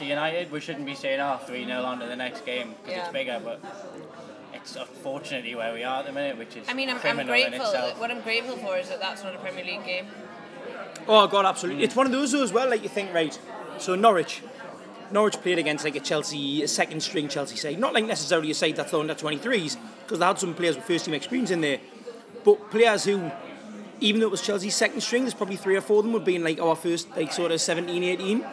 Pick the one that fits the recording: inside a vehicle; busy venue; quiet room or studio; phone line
busy venue